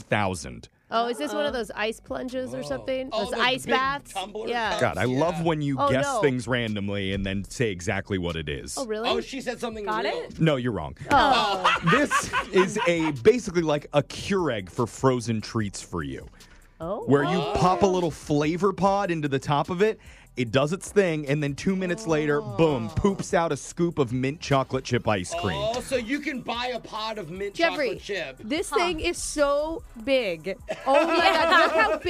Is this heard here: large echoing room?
no